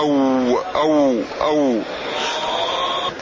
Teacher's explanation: وفي الواو لا يكاد يكون هناك انطباق تام، وإن كان قريبا من ذلك